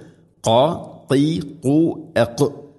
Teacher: തൊണ്ടയുടെ മുഗൾ ഭാഗവും കഴിഞ്ഞ് അതിൻ്റെ മേലെയാണ് ഖാഫിൻ്റെ മഖ്റജ്